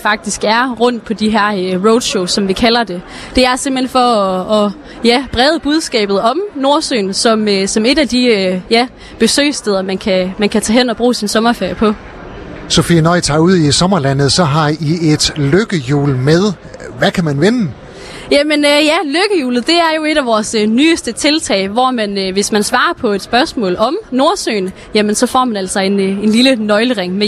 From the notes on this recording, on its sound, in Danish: På grund af vind og vejr var Skaga FMs Live fra Sommerby Hjørring for en enkelt dag rykke indendørs i Metropol Shoppingcenter.